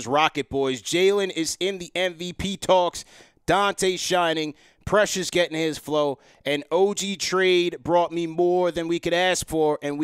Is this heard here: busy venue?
no